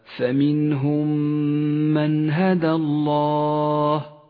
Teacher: في قوله تعالى فمنهم من هدى الله وهو إدغام شفوي أيضا الميم الساكنة مع الميم المتحركة تدغمان فتصيران ميما واحدة مشددة تغن بمقدار حركتين